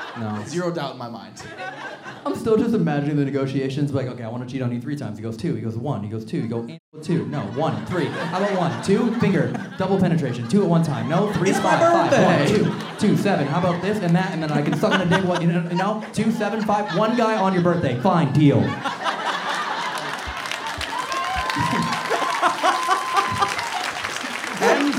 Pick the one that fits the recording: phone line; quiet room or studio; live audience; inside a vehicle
live audience